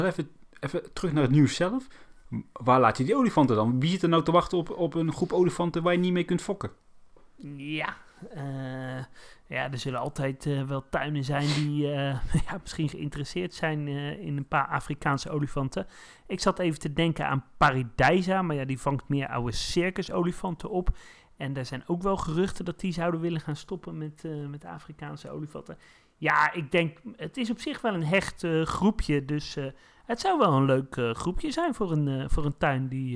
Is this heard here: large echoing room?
no